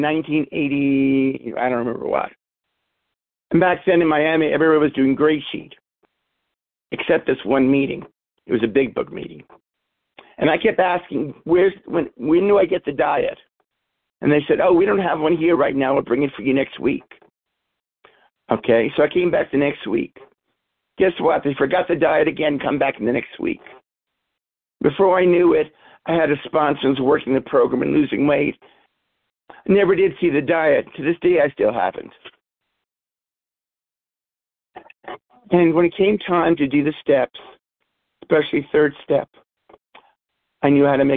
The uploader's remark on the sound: from the 100 Pounders Phone Meeting, 10/7/23.